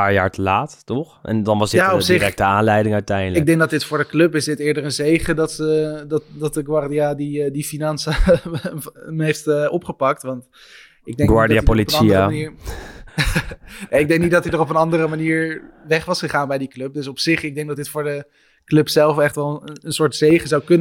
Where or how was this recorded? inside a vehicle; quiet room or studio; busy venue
quiet room or studio